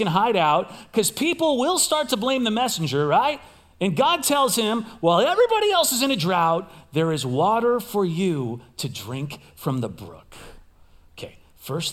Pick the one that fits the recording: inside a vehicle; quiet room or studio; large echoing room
large echoing room